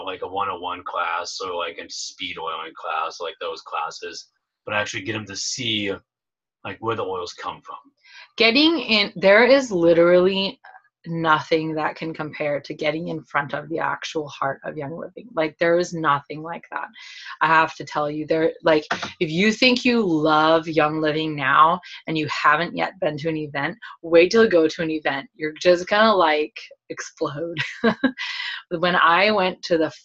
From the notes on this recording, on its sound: Zoom call - I believe this one was from our hotel room at convention, the file may be cut off halfway through. There were a lot of technical issues!!